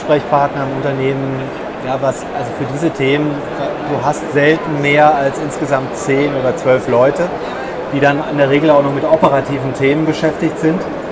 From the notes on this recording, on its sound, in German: DMEXCO Spezial. Der Ton ist überschaubar, aufgrund der Hintergrundgeräusche der Messe, aber es geht gerade noch so.